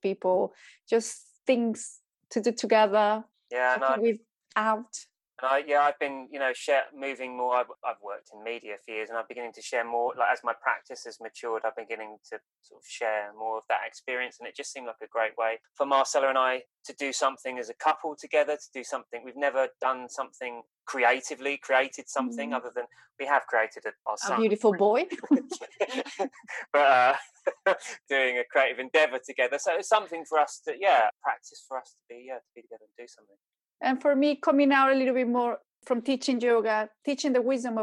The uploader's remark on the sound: The interview took place over Zoom between the 2nd and 3rd lockdown in the UK. Voice is not great for some reason, however we have done our best to maximize playback quality.